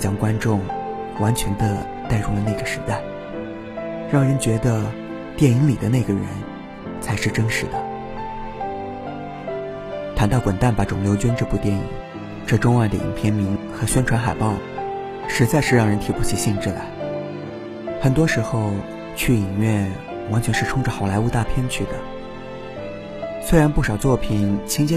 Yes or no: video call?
no